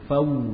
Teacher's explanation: Kalimat fauzan wawunya dibaca dari bibir